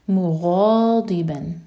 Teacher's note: غین heavy اور ضاد heavy, ضاد ہم زبان کے سائڈ سے پڑھتے ہیں